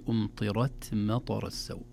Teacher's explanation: نقول التي أمطرت مطر السوء، والحرف الساكن المهموس قبله حركة وحركة، يعني قبله طاء متحركة وراء متحركة وبعده ثلاث حركات، فدائما الحركات المتتابعة الكثيرة تشوش على الحرف الساكن يحتاج إلى عناية. إذن نفخم الراء في أمطرت ونهمس التاء دون مبالغة ودون قلقلة